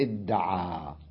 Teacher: قلبنا التاء الحرف الثاني من جنس الأول ثم أضغمنا الدال بالدال فصارت إدعى على وزن افتعل.